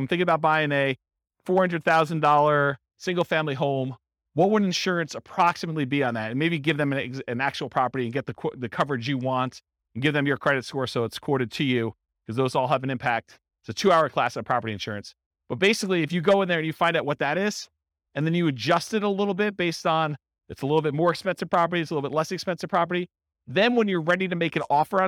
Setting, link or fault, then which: setting, live audience